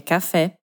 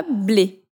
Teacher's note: a gente tem esse som E fechado na palavra café